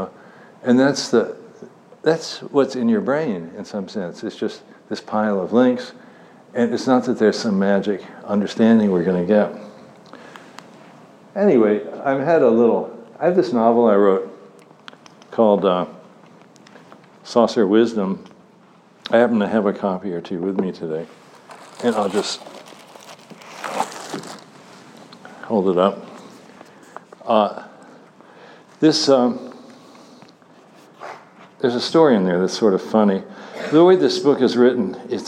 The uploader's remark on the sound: Talk at IOHK Summit conference in Miami Beach.